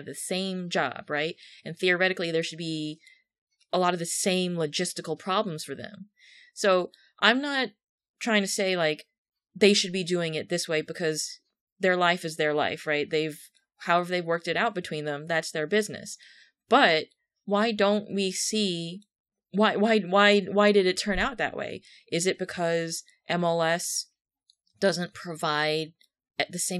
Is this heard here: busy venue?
no